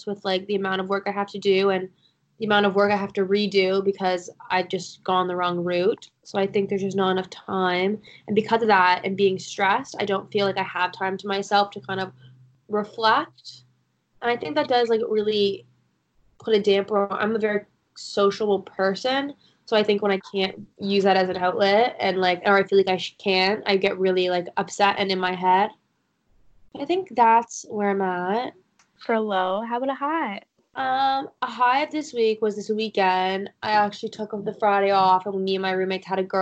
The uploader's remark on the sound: Is in the UK. Is in Ottawa. Get our latest update with our skype call.